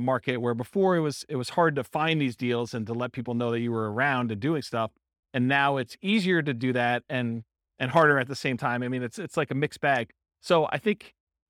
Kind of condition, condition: setting, live audience